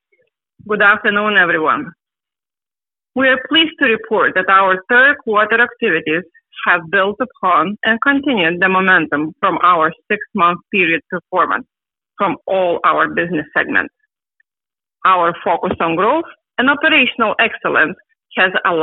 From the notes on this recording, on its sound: Progressive Care Shareholder Conference Call.